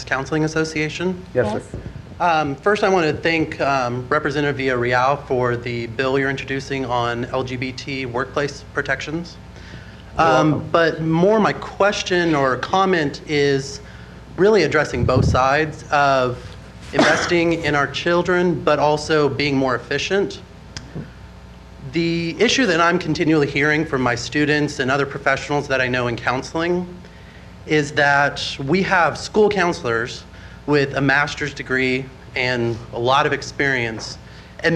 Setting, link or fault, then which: setting, busy venue